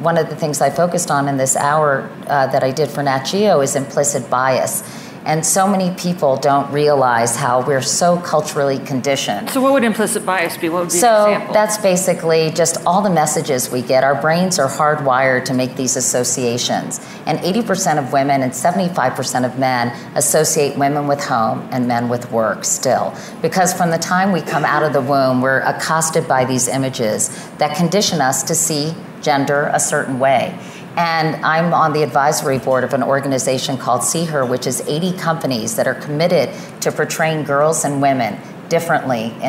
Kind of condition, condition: setting, busy venue